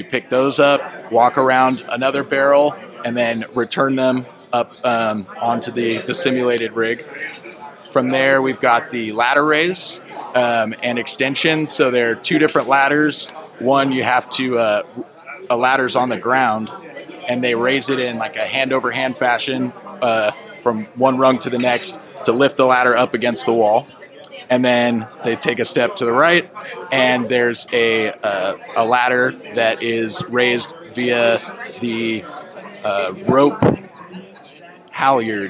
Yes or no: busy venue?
yes